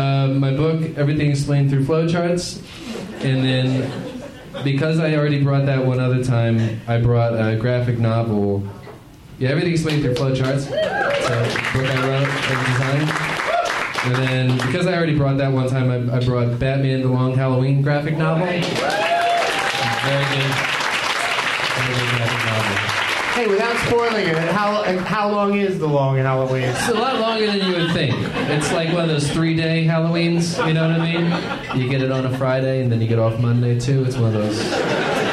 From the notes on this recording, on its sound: Live from the Helium Comedy Club in Philadelphia